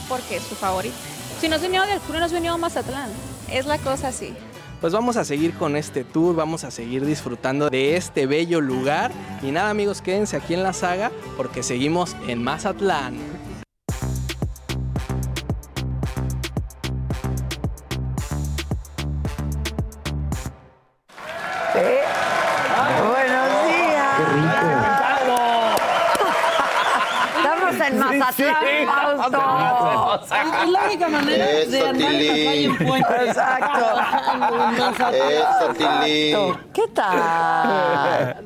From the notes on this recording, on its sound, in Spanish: Estamos transmitiendo desde el Campo de Golf Encanto Marina, en Mazatlán, Sinaloa, porque el jueves comienza el Carnaval.